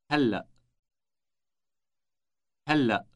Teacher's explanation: Note the elongated L sound.